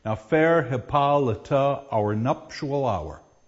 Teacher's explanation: And the pattern is unaccented, accented. That's the standard pattern. Short, long, short, long, short, long, short, long, short, long. · Term: iambic pentameter